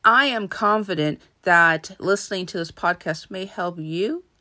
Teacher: Now, notice how I say you. It's almost as if I'm asking the question. It's almost as if I am questioning either the merit of what I'm saying or whether or not you'll even receive it as the way I intended to. · Term: upspeaking